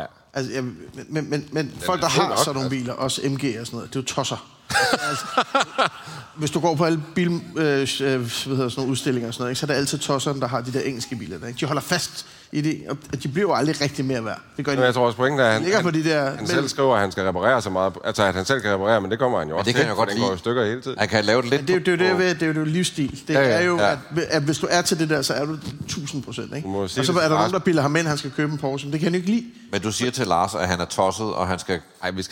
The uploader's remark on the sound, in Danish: LIVE fra Jyllands Porsche-fest! Graukasse med publikum! Derfor laver vi en LIVE-optagelse når Porsche i Vejle fejrer sin 5 års fødselsdag. Husk at lydkvaliteten er lidt anderledes på vores live-optagelser. Vores lydfolk siger at det giver en autentisk stemning.